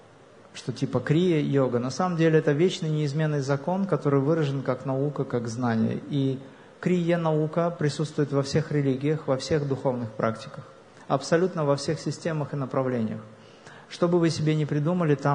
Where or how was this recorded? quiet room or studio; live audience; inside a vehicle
live audience